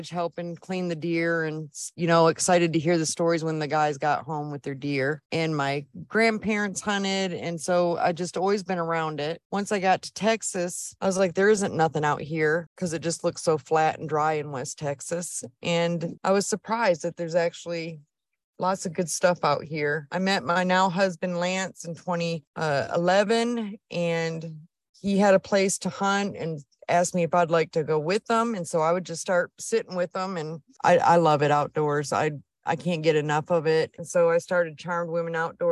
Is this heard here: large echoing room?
no